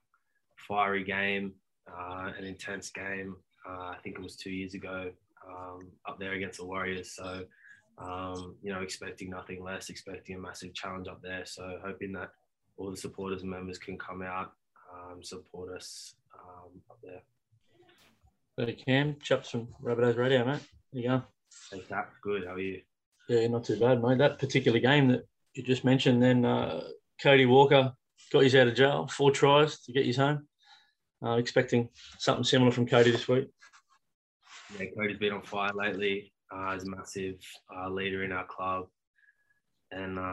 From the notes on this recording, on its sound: chat to the media via Zoom